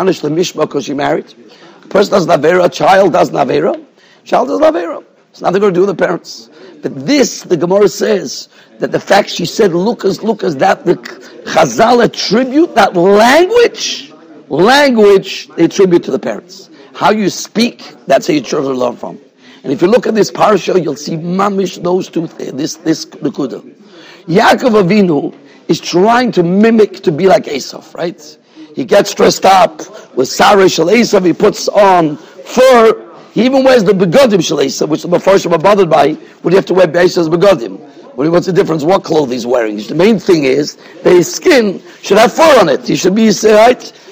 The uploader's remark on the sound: Shiur recorded in Yeshivas Ohr Reuven, Monsey, NY.